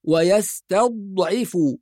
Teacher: يبقى إذن فقط نفخم الضاد ونرقق بقية الحروف، ويستا كلها مرققة، نأتي عند الضاد نفخم ويستضعف.